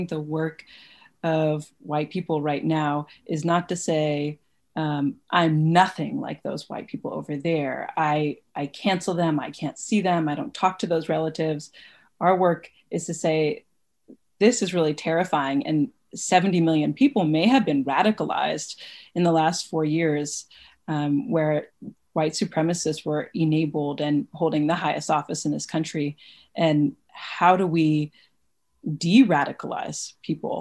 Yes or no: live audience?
no